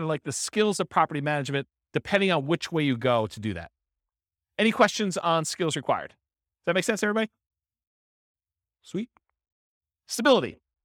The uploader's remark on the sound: This was a live class recorded